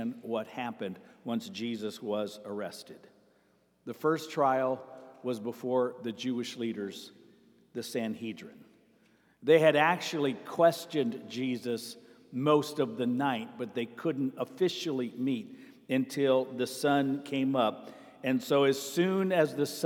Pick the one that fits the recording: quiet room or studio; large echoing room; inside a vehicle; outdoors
large echoing room